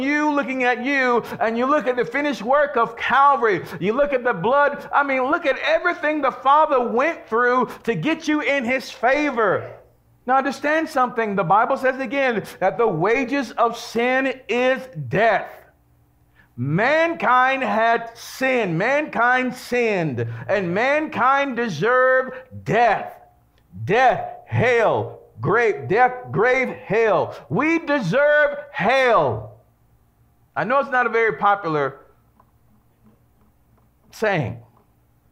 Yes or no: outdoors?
no